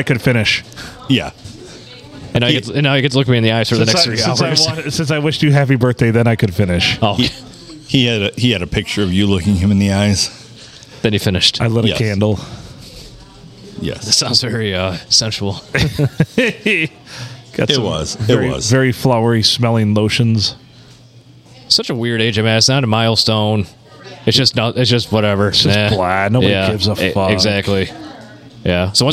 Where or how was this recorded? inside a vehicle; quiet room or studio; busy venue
busy venue